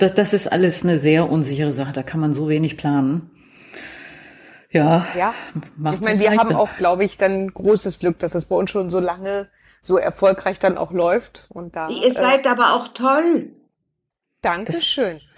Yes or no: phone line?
no